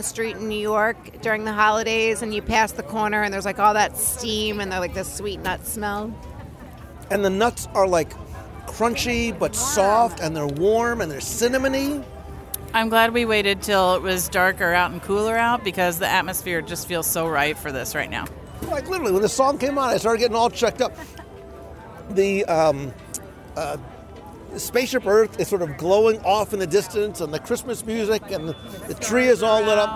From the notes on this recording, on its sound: Join us live from EPCOT as we wander the World Showcase promenade and the "Best of the Fest" and our favorites from the EPCOT International Festival of the Holidays.